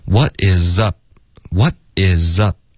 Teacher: up 结尾呢，嘴唇合上，导致一个干脆的停顿